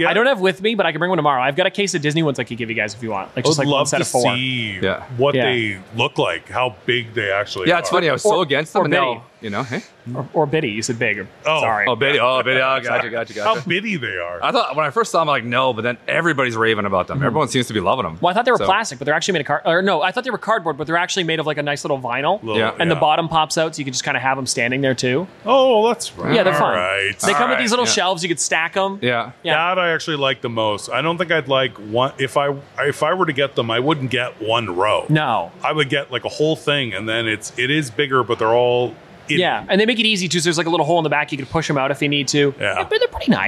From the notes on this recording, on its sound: We were LIVE at Niagara Falls Comic-Con